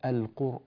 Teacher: كذلك ننبه إلى أن كلمة القرآن لا مد فيها لورش، لا يمد فيها البدل أربعا ولا ستا، وإنما تكون حركتين فقط، وإنما وقفنا عليها فمددناها أربع حركات لأجل السكون، لأن النون هنا لما وقفنا سكنت فصارت القرآن، فهذا صار مدا عارضا للسكون، فجاز في هذه الألف حركتان، وجاز فيها أربع حركات، وجاز فيها كذلك ست حركات.